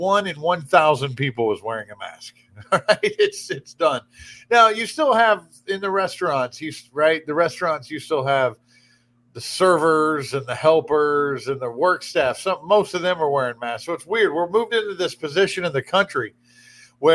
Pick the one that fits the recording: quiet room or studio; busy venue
quiet room or studio